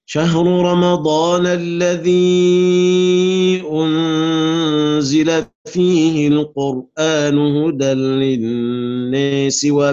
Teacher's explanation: ثم نعطف الإمالة في لفظ الناس لدور أبي عمرو